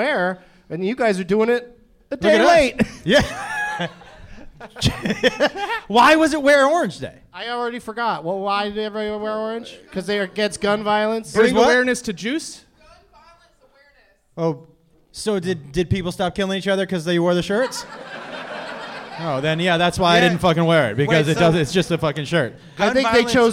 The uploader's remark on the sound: Live from The Comedy Zone in Charlotte